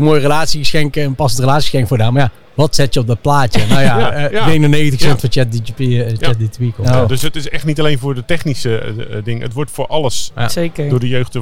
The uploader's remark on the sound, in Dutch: Live vanaf ESET Inspire!